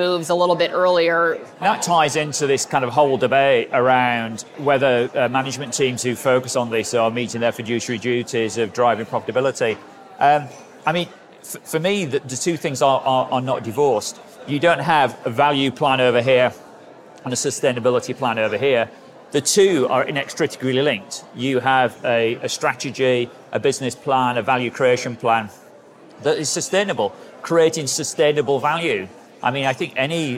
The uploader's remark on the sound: Taking listeners behind the scenes at Climate Week NYC. A special on-site recording at the largest annual climate gathering of its kind. This quick-hit episode taps into the buzz on the ground at the event.